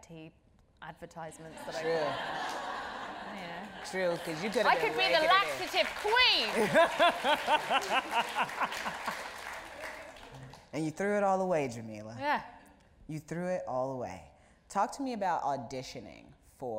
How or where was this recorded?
live audience